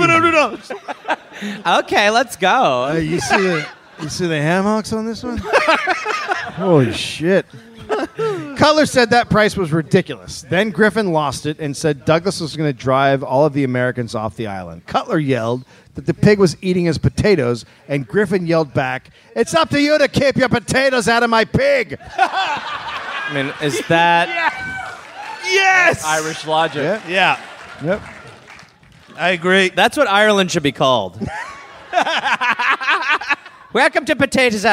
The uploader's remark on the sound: Live in Vancouver